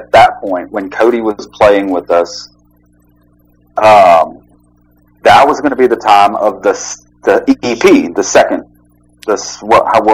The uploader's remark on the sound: There were some audio issue so please disregard some of the background noise in this episode.